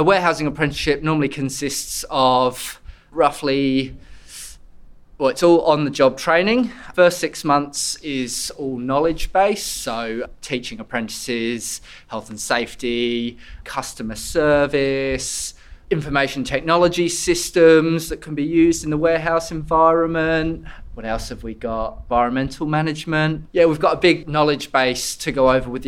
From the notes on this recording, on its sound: Reporting from Körber’s Elevate conference in Rotterdam